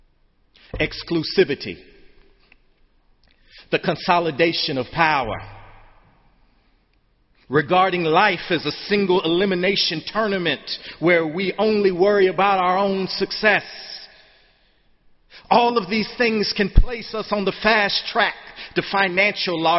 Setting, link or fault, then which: setting, large echoing room